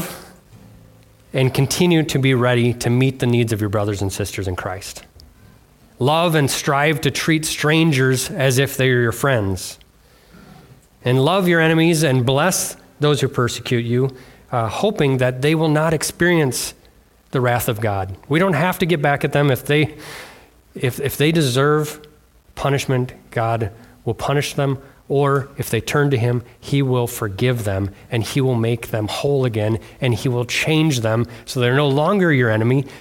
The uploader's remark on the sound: on February 4th, 2024 at Bible Center Church in Maiden Rock, Wisconsin.